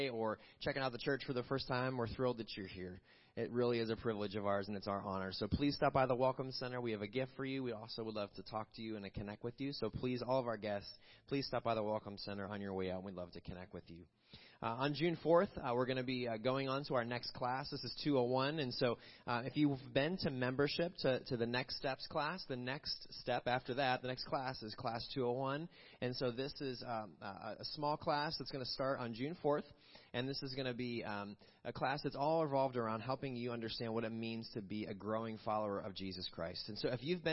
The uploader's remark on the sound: Crossroad Ministries Live Service